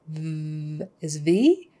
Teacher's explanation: It's like a stop sound, ba, ba, ba. And the is made with the teeth just kind of touching that bottom lip. It's the louder or voiced version of F